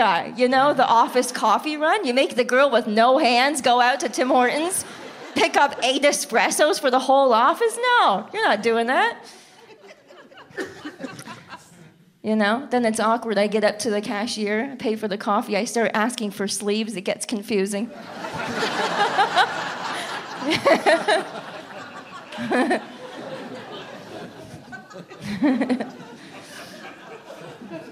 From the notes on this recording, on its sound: From a live show in Saint John, New Brunswick.